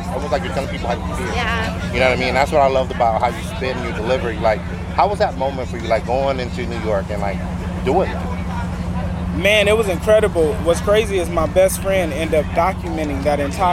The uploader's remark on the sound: Excuse the sound we were outside at the the SOL BLUME FESTIVAL.